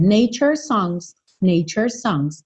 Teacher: Você não precisa mostrar que você sabe que é nature's songs, porque não dá tempo de fazer esses dois S's.